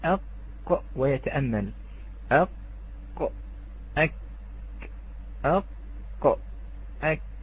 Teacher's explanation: طبعا أقصى اللسان يرتفع ويرتفع في القاف أكثر، ليس كذلك؟ أما في الكاف سبحان الله، في الكاف يكون في ظهر اللسان أرفع من القاف.